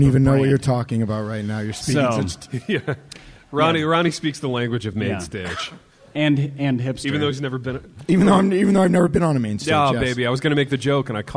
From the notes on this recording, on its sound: INDY LIVE. LIVE IN INDIANAPOLIS.